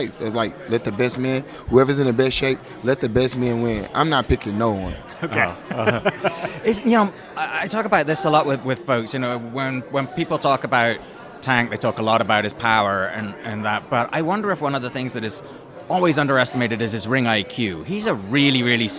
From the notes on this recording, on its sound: live from Las Vegas